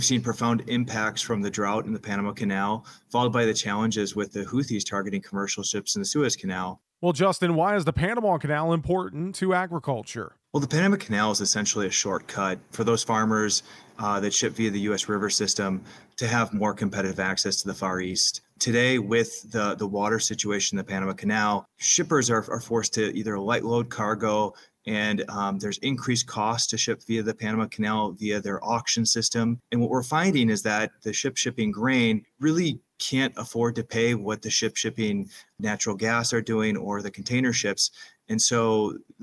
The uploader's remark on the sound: we broadcasted live from the National Corn Growers Association booth at Commodity Classic in Houston, TX!